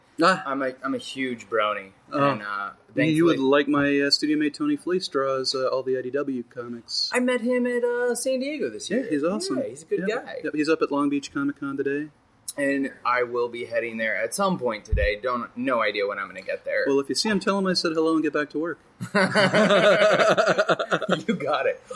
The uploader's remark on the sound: A special podcast recorded Saturday at the Perky Nerd Comic &amp; Coffee Shop in Burbank. Here is a special podcast recorded Saturday at the Perky Nerd Comic & Coffee Shop in Burbank.